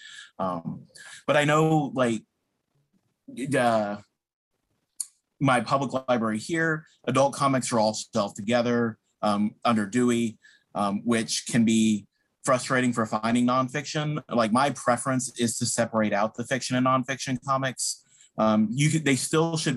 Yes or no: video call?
yes